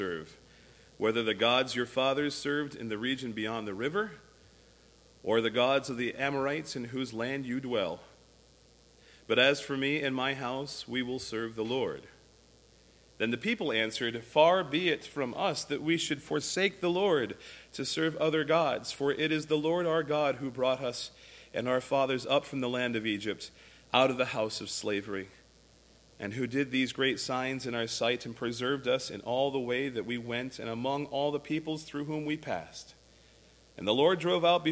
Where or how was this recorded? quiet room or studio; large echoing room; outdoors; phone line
large echoing room